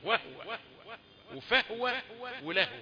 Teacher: في قراء بيقرأوا بسكون الهاء في هذه المواضع